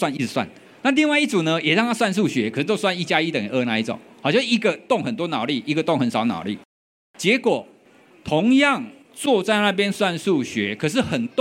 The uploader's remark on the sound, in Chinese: 本集節目為12/2我在Today at Apple的講座活動錄音